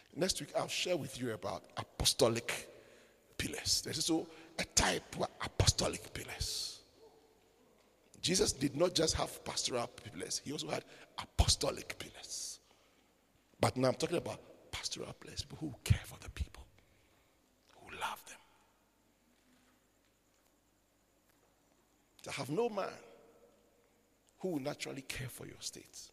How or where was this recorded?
large echoing room